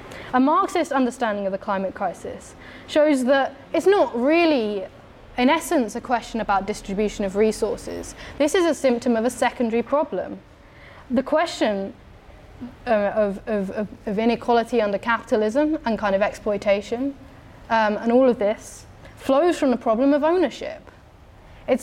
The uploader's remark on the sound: talk from Revolution Festival 2019